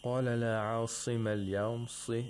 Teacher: Again, the sod has the lowest level of tafkhim.